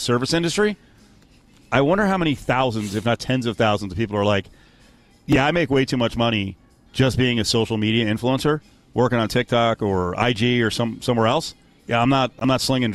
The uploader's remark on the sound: LIVE AT LV BALLPARK